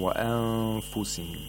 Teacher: we have to approximate the place of articulation of fa, and at the same time make a nasal sound for two vowel counts · Term: ikhfa of nun sakina